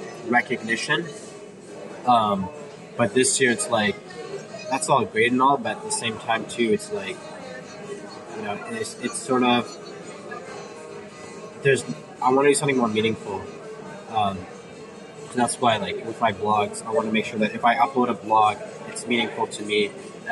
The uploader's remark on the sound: I decided to pull my phone.